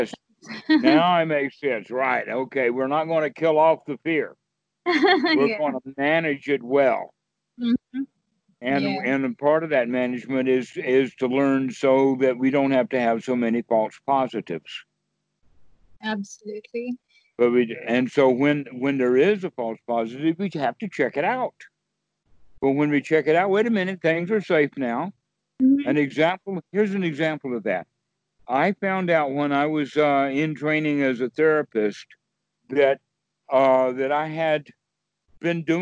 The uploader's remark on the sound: skype calls on this channel